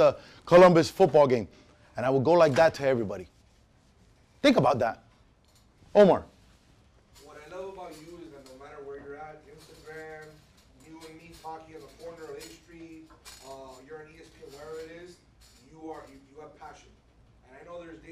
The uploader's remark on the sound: Keynote at CCNN